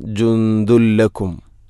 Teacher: തൻവീനിനെ ലാമിലേക്ക് കൂട്ടിലയിപ്പിക്കണം. അപ്പോൾ ആ നൂനിൻ്റെ ശബ്ദം കേൾക്കൂല, ജുന്ദുൻ എന്ന ശബ്ദമില്ല. · Term: ഇദ്ഗാം ബിലാഗുന്ന